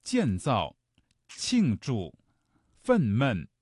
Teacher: 都是四声组合的词语，读起来呢很容易读得生硬，因为它都是降调